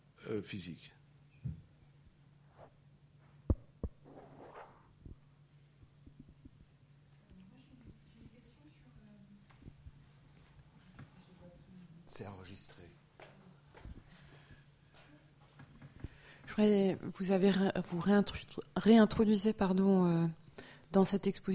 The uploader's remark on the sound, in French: Intervention enregistrée le 11 avril 2016 à l’occasion du colloque « Ce qu’exposer veut dire 4° édition »